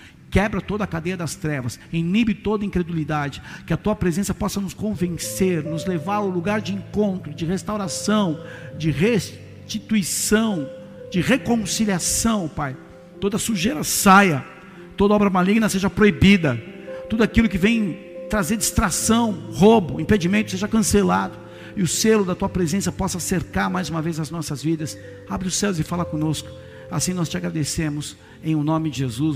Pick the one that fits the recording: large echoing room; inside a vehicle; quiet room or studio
large echoing room